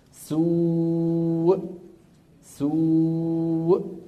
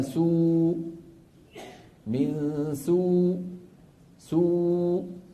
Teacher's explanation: بس تقفل الوترين مباشرة تخرج الهمزة · Shown in: first take